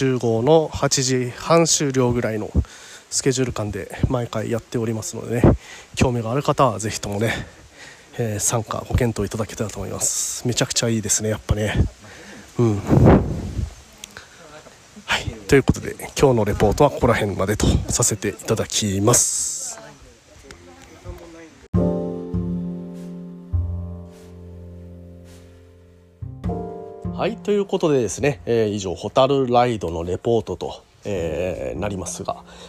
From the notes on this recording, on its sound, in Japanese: ホタル観測ライドを先週日曜日に行った際の音声を公開したいと思います。